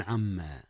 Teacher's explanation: أدغم النون في الميم إدغاما بغنة